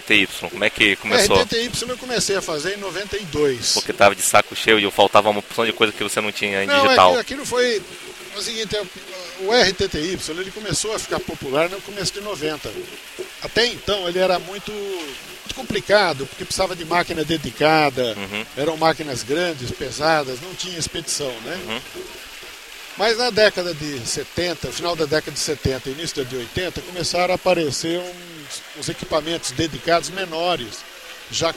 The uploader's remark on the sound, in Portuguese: ao vivo da Ham Radio